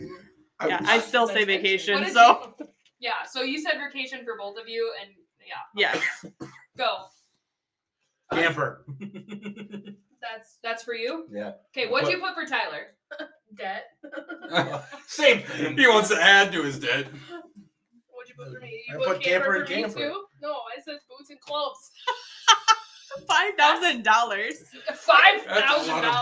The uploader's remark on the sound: Sorry for the sound quality issues, we were too busy looking into each other's eyes to care.